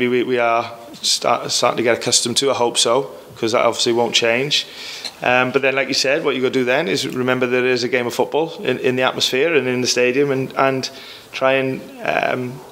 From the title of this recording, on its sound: Pre Match Press Conference